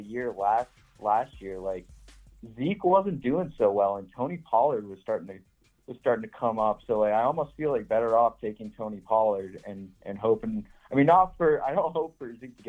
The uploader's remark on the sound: Answers fantasy football phone calls for over an hour.